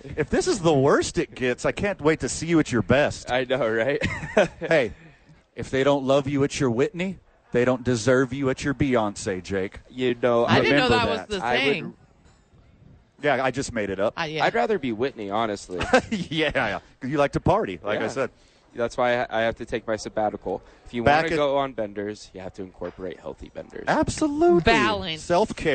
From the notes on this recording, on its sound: live from Top Golf for the YMCA Charity event